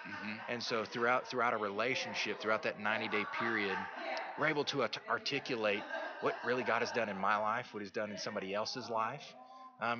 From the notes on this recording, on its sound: at the 2015 TAAP Conference on Addiction Studies in San Antonio, TX in August 2015